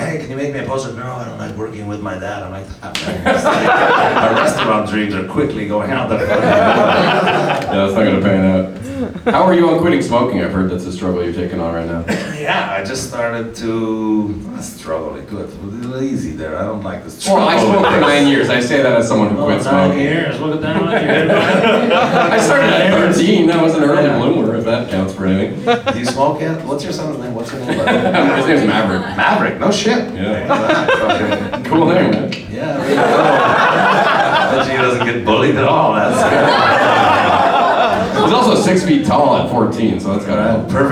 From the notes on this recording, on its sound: LIVE at Yuk Yuk’s! Recorded at Yuk Yuk's Ottawa in front of live audience. Our soundboard audio ended up being unusable due to us having no experience recording off a live venue soundboard... Thankfully we had an extra camera running in the crowd and the sound from that ended up being pretty decent!